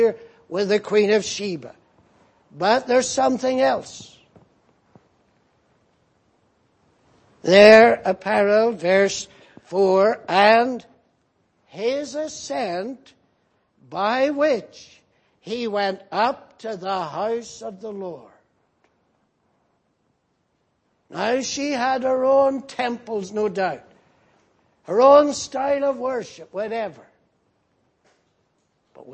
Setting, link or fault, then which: setting, large echoing room